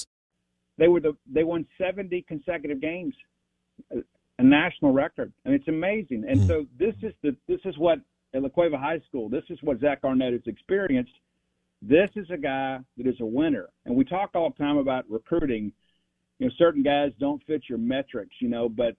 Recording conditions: phone line